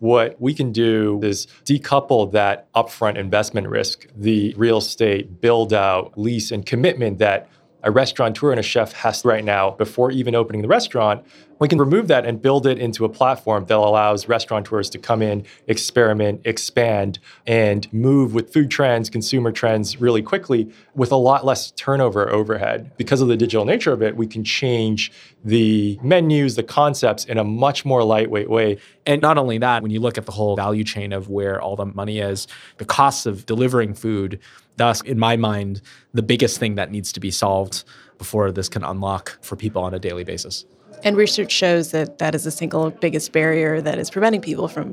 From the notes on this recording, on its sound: This episode was recorded on-site at the a16z Summit in November 2019